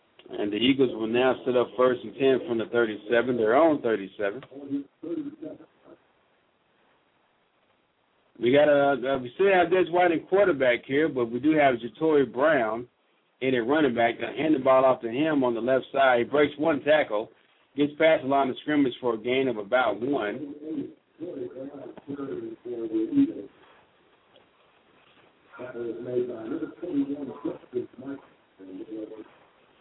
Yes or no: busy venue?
yes